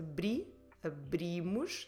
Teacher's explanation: Nós abrimos, we're stressing the bri, abrimos, second to last